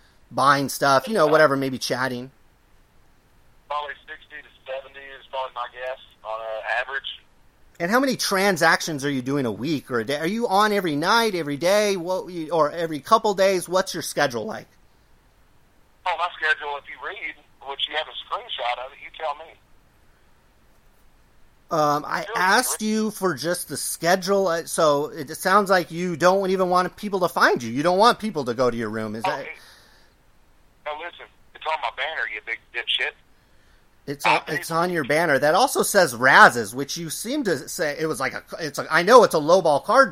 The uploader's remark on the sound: He asked to call me on the phone. I said sure, but we would have to record it.